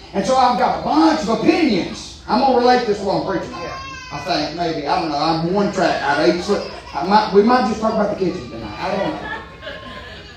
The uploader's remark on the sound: Preaching live from Still Water Baptist Church.